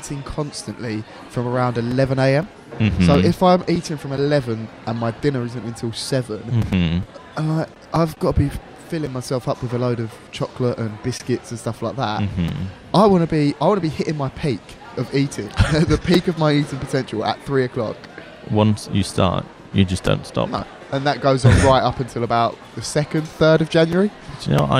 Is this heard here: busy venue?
yes